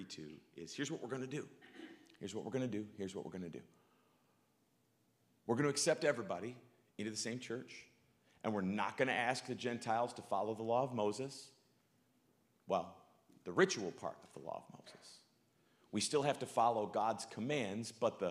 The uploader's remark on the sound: live from good news in the neighborhood, a new church